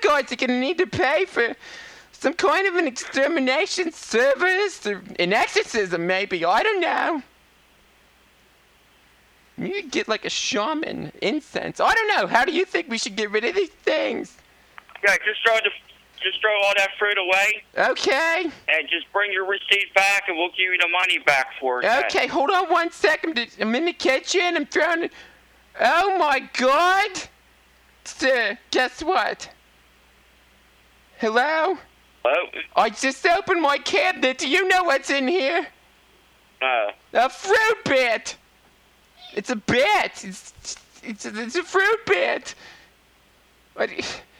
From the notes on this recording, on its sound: Prank Phone Calls